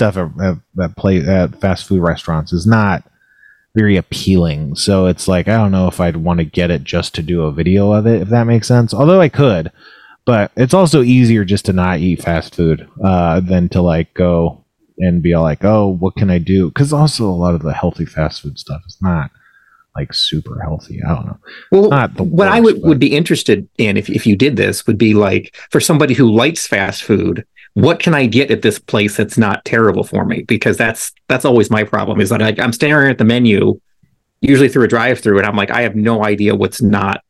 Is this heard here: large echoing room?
no